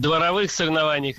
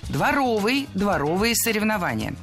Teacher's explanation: Правильный вариант – дворовый, дворовые соревнования. Прилагательное, образованное от существительного «двор» – дворовый, с ударением на втором слоге и окончанием «ый». · Shown in: second take · Других вариантов словари не фиксируют, так что дворовые соревнования.